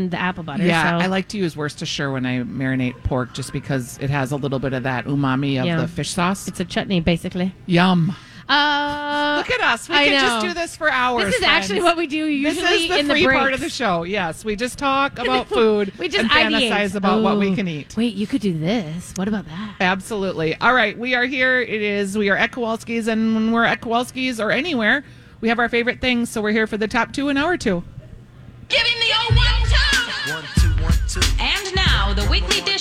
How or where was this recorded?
busy venue